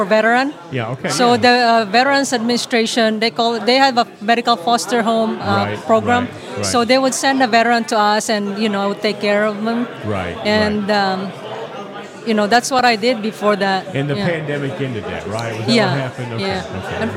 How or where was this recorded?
busy venue